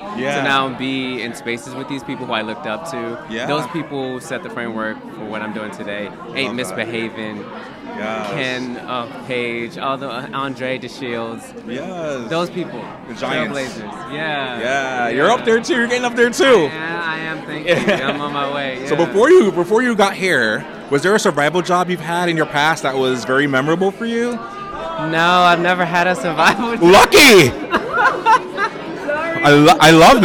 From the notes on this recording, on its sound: Live from The Black Theatre Coalition Inaugural Gala. Islive on the red carpet at The Black Theatre Coalition Inaugural Gala.